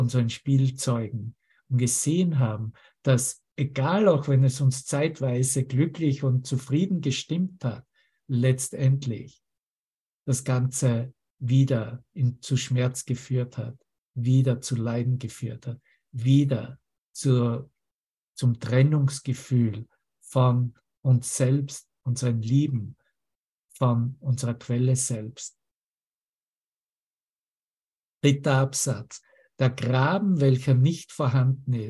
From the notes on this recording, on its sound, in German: Zoom-Session. Veranstaltet von der Aleph Akademie.